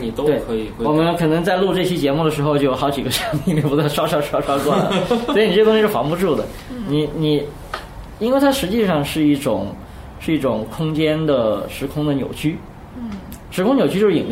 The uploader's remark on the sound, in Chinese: 本期节目为在张大妈办公区用录音笔录制，可能有街道上的杂音，请见谅。